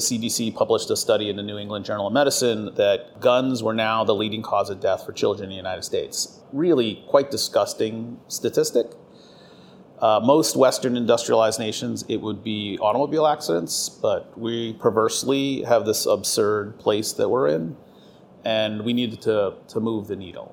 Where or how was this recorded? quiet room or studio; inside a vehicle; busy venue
busy venue